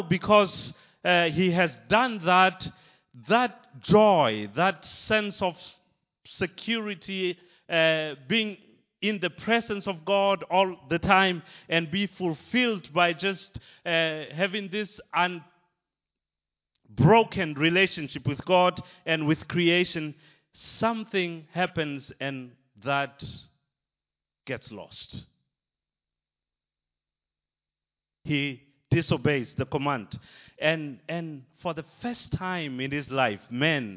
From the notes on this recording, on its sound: Recorded live at Liberty Church.